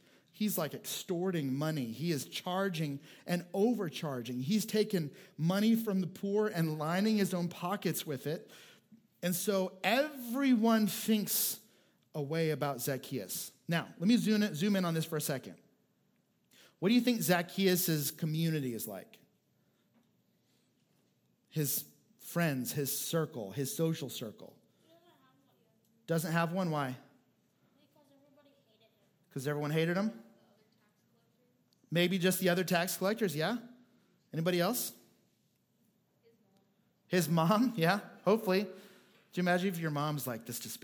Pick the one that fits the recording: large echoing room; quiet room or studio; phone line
large echoing room